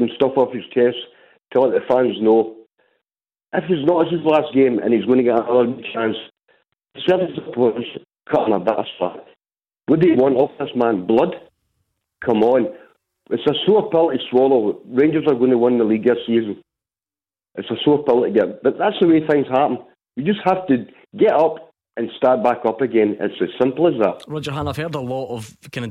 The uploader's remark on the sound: take your calls on tonight's Clyde 1 Superscoreboard